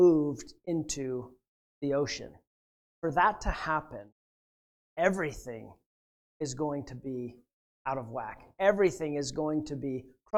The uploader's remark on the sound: at The Well, an Acts 29, Converge Heartland, SBC church in Hastings, Nebraska